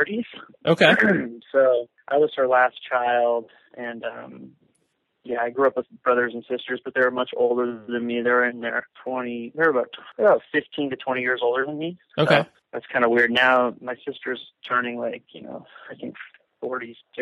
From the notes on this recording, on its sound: he was kind enough to hop on the phone with me while on break at school